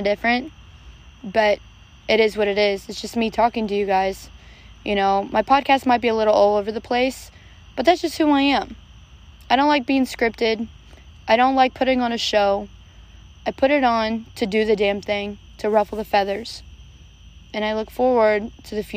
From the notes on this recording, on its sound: Sorry for the background noise too.